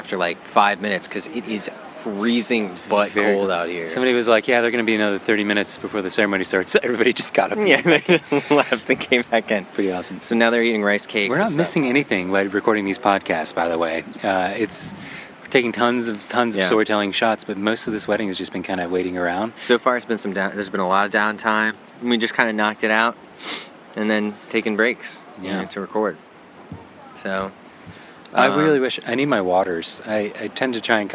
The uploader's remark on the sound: Recorded live at a wedding.